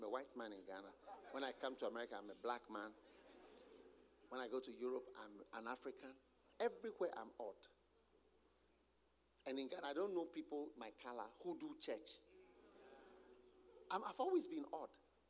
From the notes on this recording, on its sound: Preached at the Use It or Lose It Camp, USA.